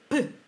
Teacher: quando queremos produzir o som da letra P, aproximamos os nossos dois lábios e produzimos o género de uma explosão de ar nesta zona. · Term: bilabial